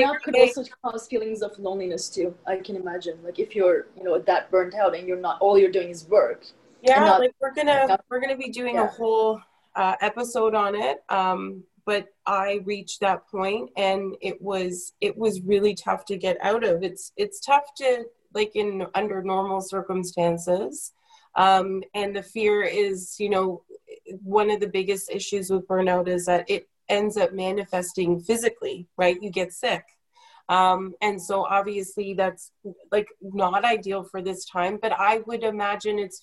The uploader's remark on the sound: Editing our zoom podcast.